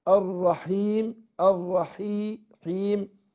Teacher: الحاء يعني حرف مستفل ومكسور كمان هياخد ادنى درجات تفخيم، اقول الرحيم المكسور هيرقق، اسف يبقى مكسور هيرقق، اقول ايه الرحيم الرحيم.